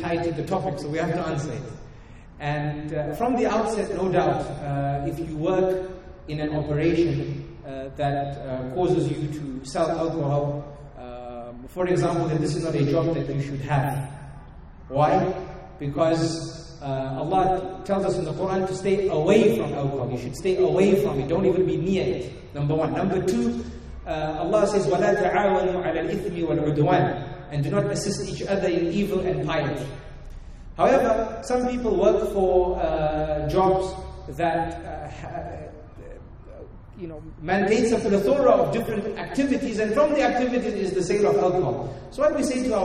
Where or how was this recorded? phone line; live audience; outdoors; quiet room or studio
live audience